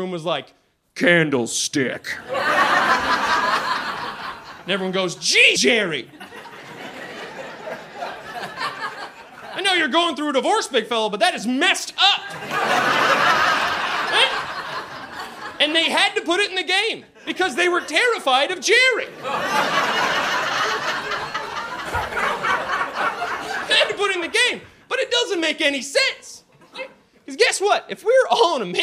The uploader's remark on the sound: From a live show in Saint John, New Brunswick.